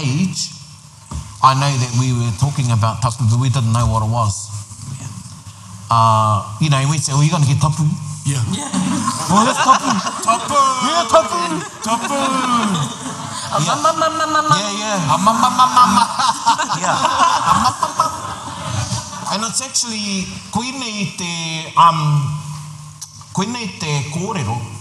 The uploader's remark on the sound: Recorded in front of a live audience at Ako Ararau - Māori Expo 2023.